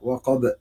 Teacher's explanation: الباء تقلقل لأنها ساكنة أو نقف عليها بسكون